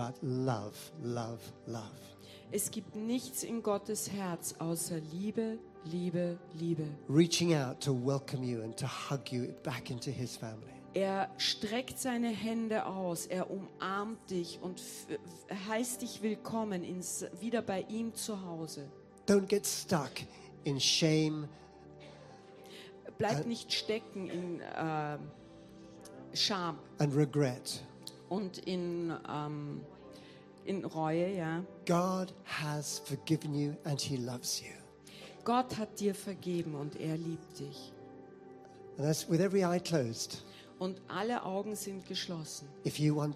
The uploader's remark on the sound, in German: Gottesdienst live aus der LIFE Church Wien.